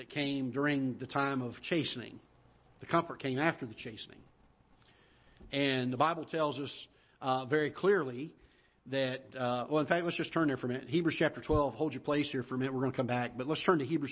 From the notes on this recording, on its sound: Ketha Heights Baptist Church ~ Live Broadcast.